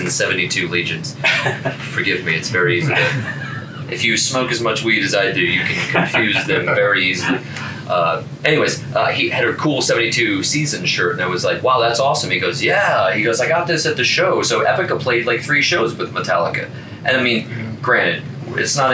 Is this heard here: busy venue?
yes